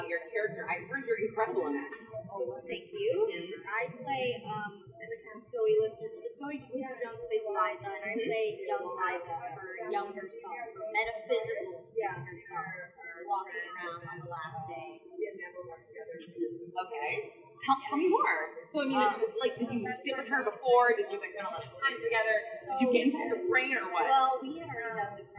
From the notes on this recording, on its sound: The last red carpet of Tribeca Film Festival was a blast. Taped live on the red carpet.